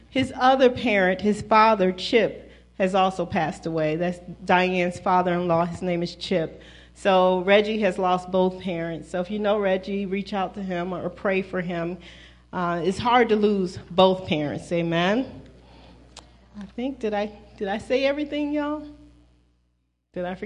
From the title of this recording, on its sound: Celebration of Praise and Worship Service at New Life At Calvary